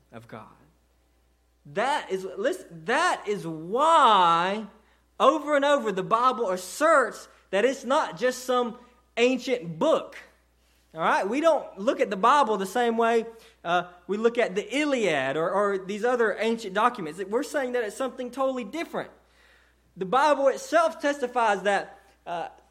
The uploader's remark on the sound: sermon delivered to Cottondale Baptist Church